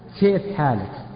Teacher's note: تميم يكسكسون الكاف لا ينطقونها كافا بل ينطقون بين الكاف والسين · Term: كسكسة تميم